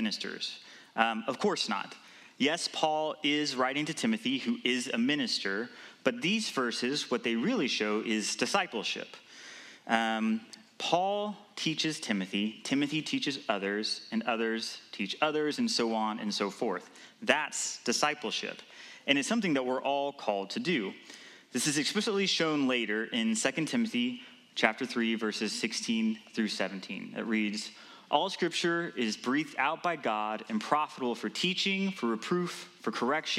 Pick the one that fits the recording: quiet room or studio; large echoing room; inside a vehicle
large echoing room